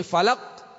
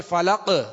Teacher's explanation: برب الفلق، اب وقف کی حالت میں ہم نے اس دو نقطے والے قاف کو ساکن کر دیا، تو قاف حروف قلقلہ میں سے ہے لہذا جب یہ ساکن ہوں یا ساکن کیے جائیں تو ان میں قلقلہ ہوگا · Shown in: second take